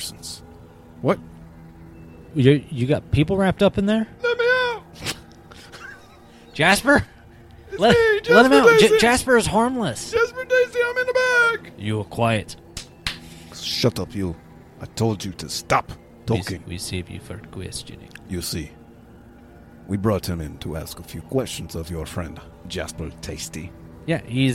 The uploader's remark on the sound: come to you live from Pistol Pete's Liquor Ranch